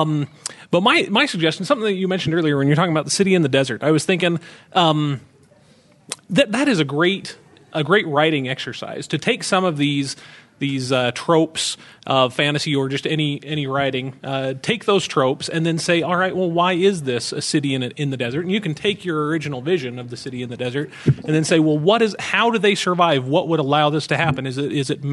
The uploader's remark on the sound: Recorded live at CONduit in Salt Lake City.